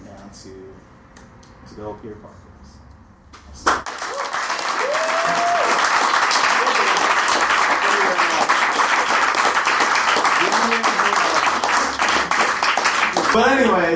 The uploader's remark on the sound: At the end of last month we hosted our first ever live remote show at Challengers Comics, 1845 N. Western Ave in Chicago. We had to cut a few things due to some shaky audio (though mostly this episode's up to our regular quality).